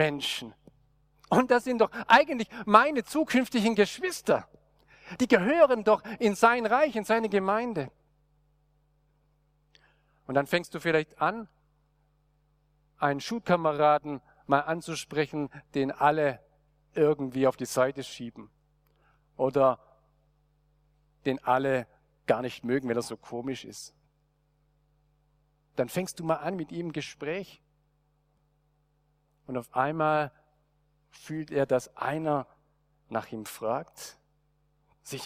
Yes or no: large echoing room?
yes